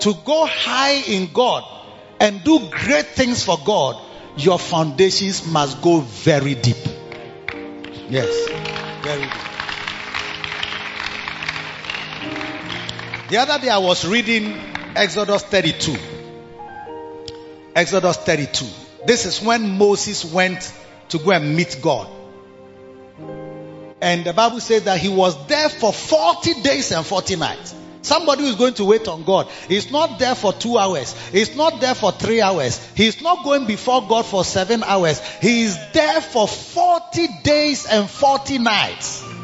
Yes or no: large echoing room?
yes